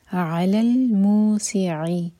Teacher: مو سٹریچ کے بعد سی، سی پر زور دیا جائے گا اور عین واضح